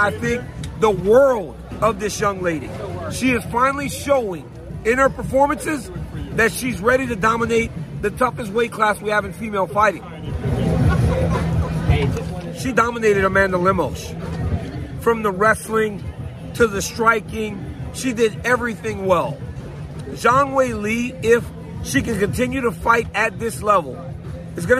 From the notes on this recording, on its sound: Is in Boston at the octagon to give you his INSTANT REACTION! UFC 292.